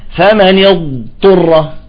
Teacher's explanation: فلذلك الضاد مع الطاء، ويجب إظهار الضاد والطاء. الضاد هو حرف استطالة، صح؟ الضاد هو حرف استطالة، فلذلك يجب أن نظهر استطالته